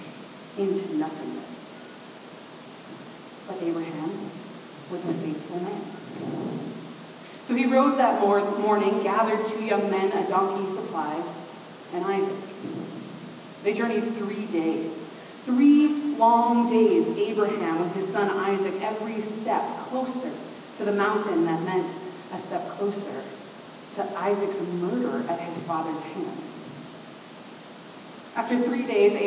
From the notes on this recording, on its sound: We had technical difficulties. The quality of the podcast is not what it has been or will be.